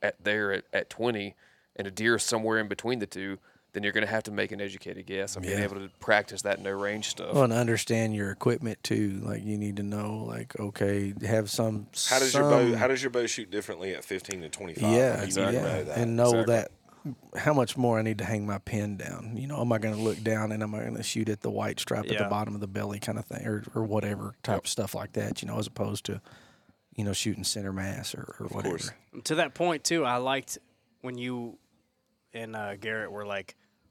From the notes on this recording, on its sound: This episode was recorded at the first ever HLE Team Rendezvous from inside a 150 year old tobacco barn and needless to say, the setting of this Tuesday Tip was pretty sweet.